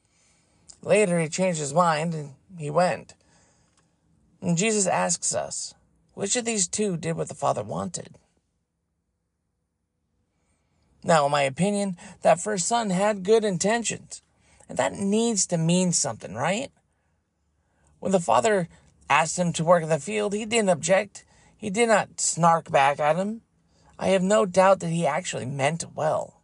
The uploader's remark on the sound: I am going to do it from the car.